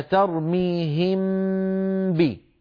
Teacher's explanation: ولما أجعل الميم والباء يرتفعان، يرتفع المخرج عنهما ارتفاعة واحدة، فأطبق على ميم وأجافي عن باء، هذا يشبه الإدغام، لأن من شرط الإدغام أن يرتفع المخرج عن الحرفين ارتفاعة واحدة. إذن الإخفاء فيه شبه بالإظهار، من حيث إن صوت الميم مستقل تمام الاستقلال عن صوت الباء، وفيه شبه بالإدغام من حيث إن المخرج يرتفع عن الميم وعن الباء ارتفاعة واحدة مشبها للإدغام، ولكنه أيضا مخالف له لأن الميم لم تتحول إلى باء.